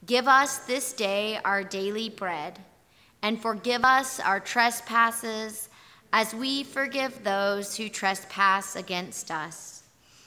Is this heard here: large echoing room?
yes